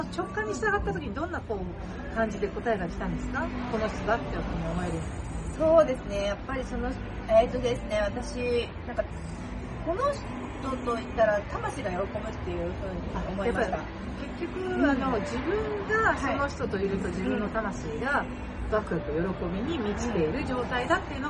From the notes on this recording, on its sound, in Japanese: 室外での収録のため、聞きずらいところがございます。